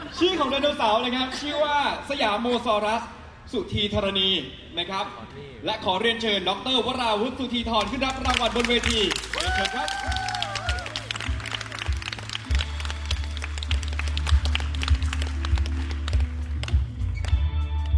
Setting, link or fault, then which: setting, busy venue